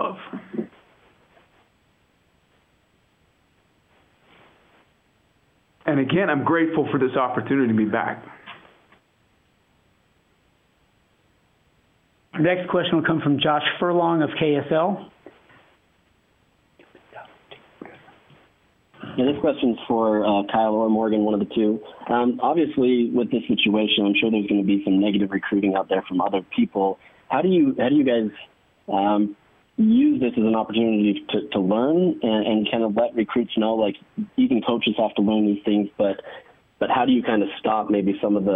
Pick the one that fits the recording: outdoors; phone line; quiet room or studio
phone line